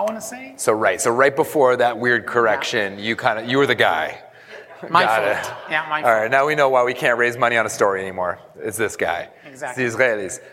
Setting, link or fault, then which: setting, live audience